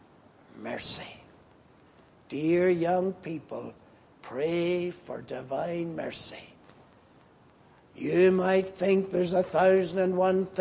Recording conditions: large echoing room